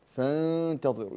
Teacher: والغالب من العلماء يقول بالتجافي، تجافي اللسان، فانتظروا يعني لا يلتصق اللسان في مخرج النون ولا في مخرج التاء